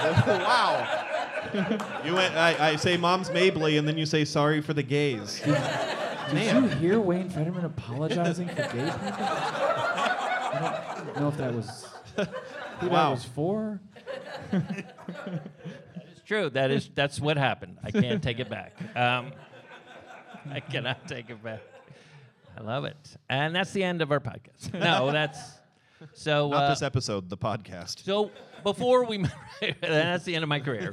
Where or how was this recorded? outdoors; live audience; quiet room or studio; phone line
live audience